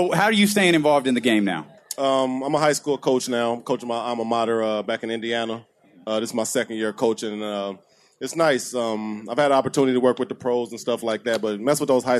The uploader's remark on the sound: Live At Sports Fest